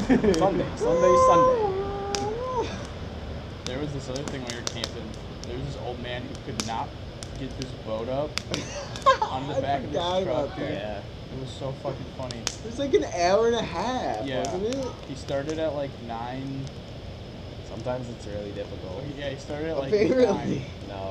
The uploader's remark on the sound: By A Campfire. We tried out a new webcam and it did an all right job capturing the audio and a great job taking the video mostly.